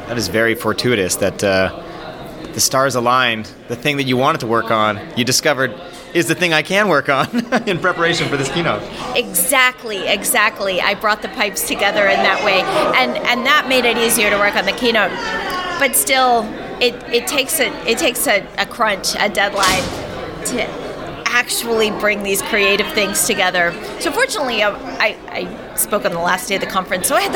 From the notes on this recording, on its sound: Record live from CppNorth 2023 in Toronto, Canada. Interview more speakers and attendees from the conference!